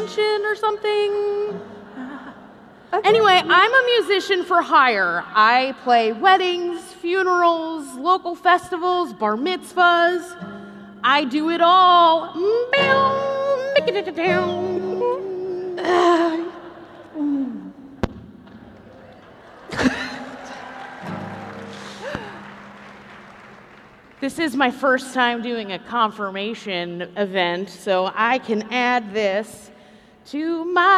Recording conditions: busy venue